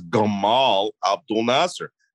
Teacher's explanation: In Egypt, the letter Q is turned into a G